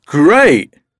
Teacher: in the second mini dialogue, Speaker B's intonation goes down a bit, and he doesn't really sound excited or happy about the trip